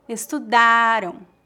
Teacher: A sílaba forte da palavra estudaram é a penúltima sílaba, da. O som AM no final é bem fraco